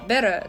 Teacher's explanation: アメリカ大陸の北の方は、割と t が d になるんですね。フラップと d って言うんですけど